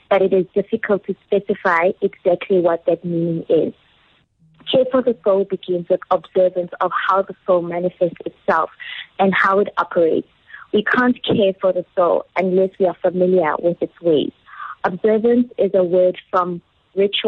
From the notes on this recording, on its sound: Listeners call in to read from their favourite books.